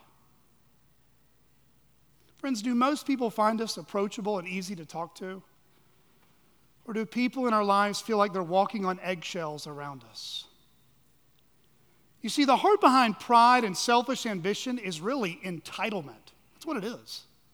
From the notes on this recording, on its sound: At Chaffee Crossing Baptist Curch in Barling, AR.